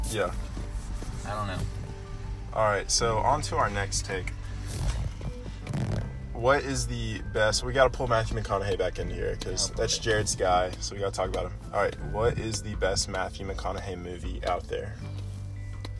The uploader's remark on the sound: Recorded in my truck so ignore the background noise haha.